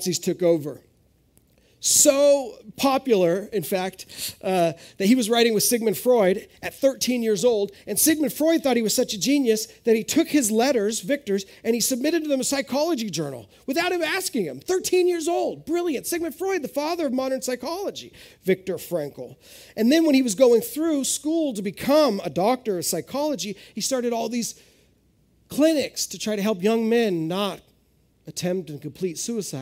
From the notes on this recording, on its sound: This is audio ripped from the Live Service video.